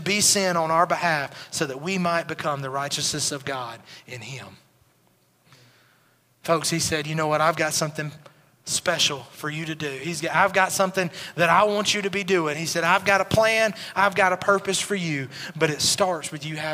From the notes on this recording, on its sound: Recorded at Highland Baptist Church